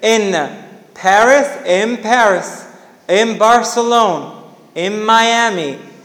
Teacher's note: NE becomes ME before bilabial sounds